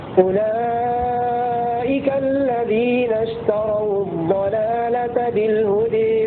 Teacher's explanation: نأتي بقراءة الكسائي بتوسط المتصل مع الإمالة